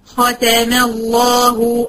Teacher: الله هنا قبلها مفتوح، يبقى لام لفظ الجلالة هنا ماله؟ مفخم